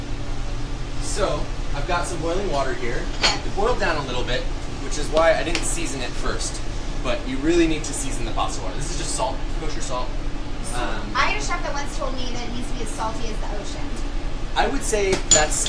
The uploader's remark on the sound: Join me for a special in-kitchen Lady Lair LIVE with …. At his new restaurant and NYC hot spot, Out East.